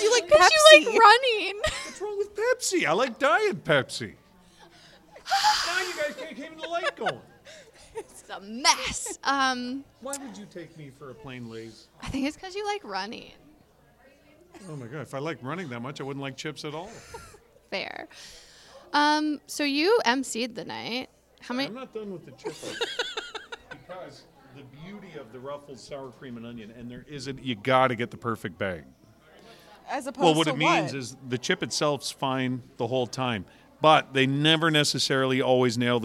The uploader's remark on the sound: The amazing Trenton Memorial Hospital Foundation team invited the Babes of Quinte podcast to record "live" at the Boots and Bling Gala.